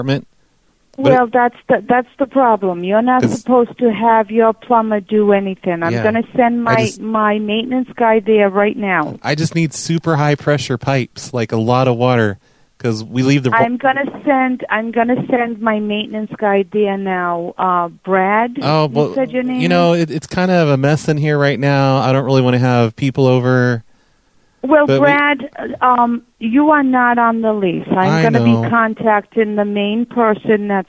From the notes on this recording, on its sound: A bunch of mediocre phone calls to apartment complexes about water issues, pool tables and genetically modified stalks of corn.